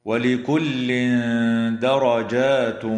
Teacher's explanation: إخفاء حقيقي للتنوين عند الدال مع الغنة مرققة